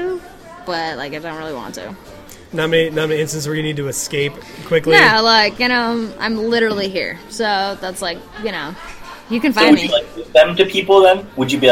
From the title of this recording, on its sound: Suns out Party Guns out at Goldspot Brewing